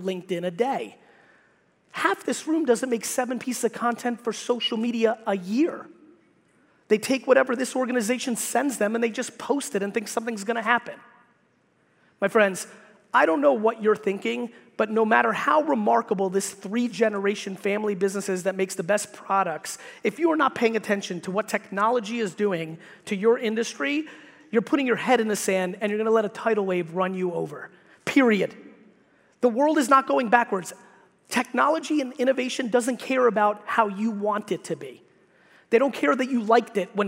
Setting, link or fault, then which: setting, live audience